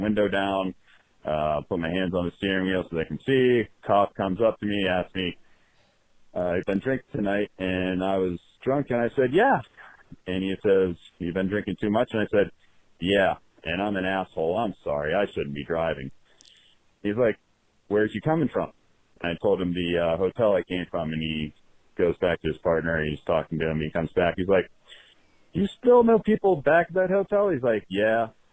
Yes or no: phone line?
yes